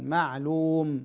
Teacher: العين ساكنة، العين لا تقلقل